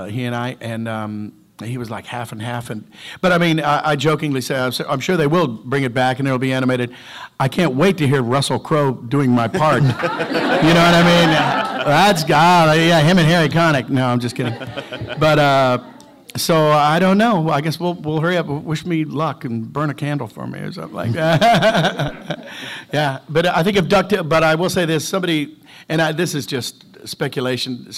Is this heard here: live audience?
yes